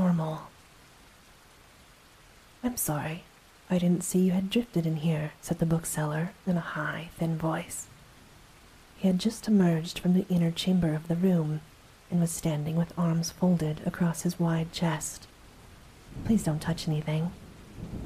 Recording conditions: sounds in the background